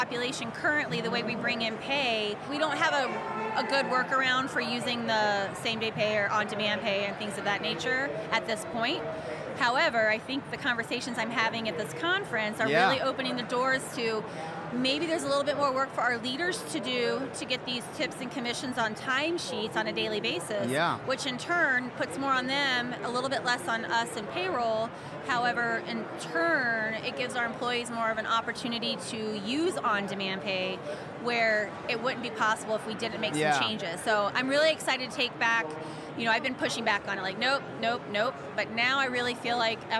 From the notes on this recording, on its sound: Executive conversations recorded LIVE from the 42nd annual Payroll Congress in Denver, CO.